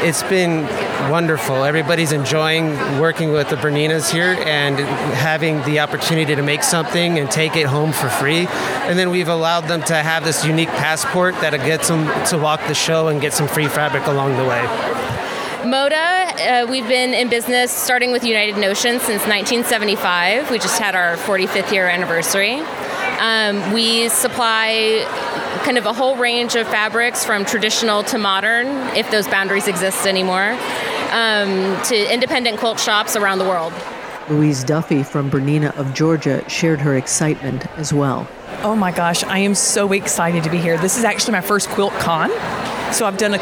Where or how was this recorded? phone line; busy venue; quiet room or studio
busy venue